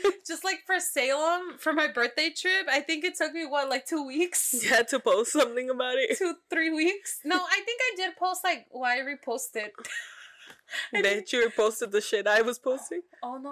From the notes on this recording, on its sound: Audio is not that great